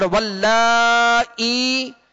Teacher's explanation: یہاں یا مدہ ہے، اس کو ایک الف کی مقدار میں کھینچیں گے